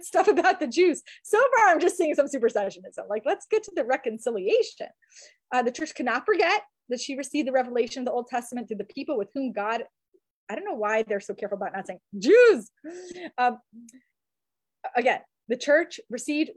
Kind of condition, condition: link, video call